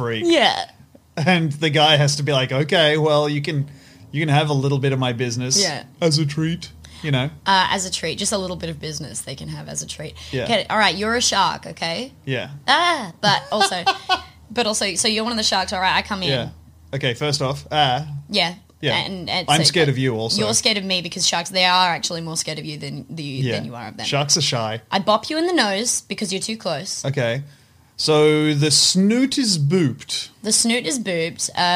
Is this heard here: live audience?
no